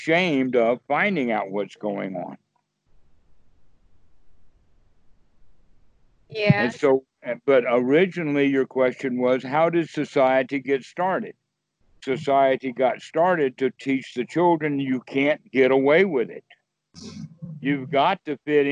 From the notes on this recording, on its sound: skype calls on this channel